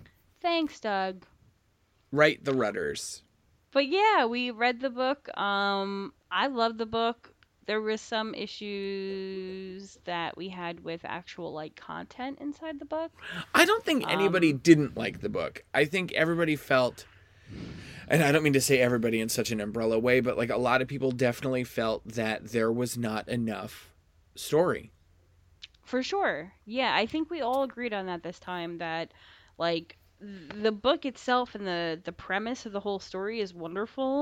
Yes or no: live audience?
no